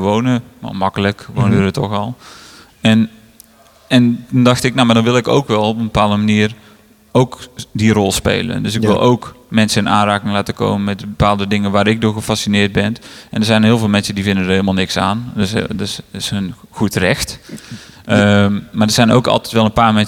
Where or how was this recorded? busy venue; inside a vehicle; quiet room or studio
busy venue